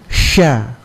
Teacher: Kurang tafasinya. Sifatnya kan huruf sya itu boros ya, nafas yang keluar itu boros dan menyebar. Jadi sya. Jadi tidak boleh saat mbak bilang sya kemudian mau kasih bulat bibir, menjadi show dia, show, sya, ya.